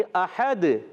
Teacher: हलकला हो जाएगा दाल में, आवाज़ लौट कर आएगी